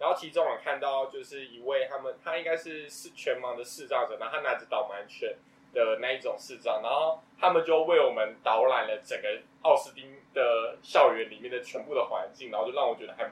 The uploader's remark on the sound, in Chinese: 三個師大屁孩沒有錄音設備，還是決定亂七八糟開始錄看看試播集